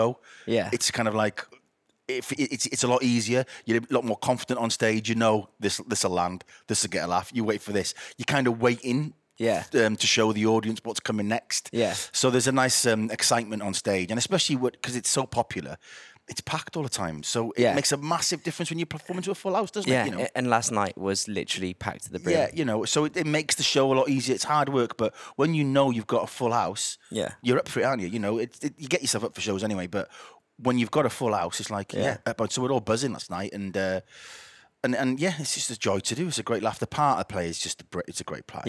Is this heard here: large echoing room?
no